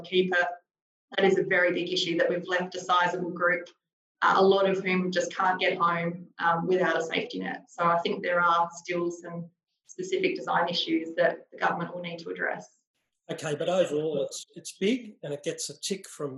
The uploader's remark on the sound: COVID-19: Your Questions Answered - Webinar recording.